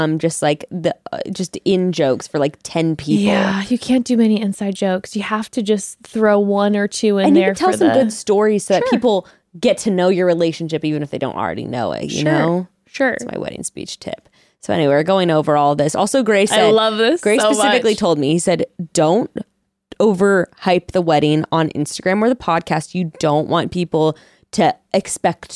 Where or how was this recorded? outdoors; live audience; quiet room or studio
quiet room or studio